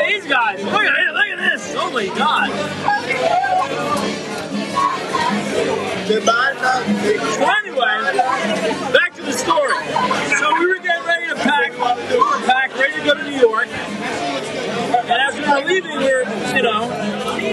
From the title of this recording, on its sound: Live at JP Mulligans on St. Patty's day 2022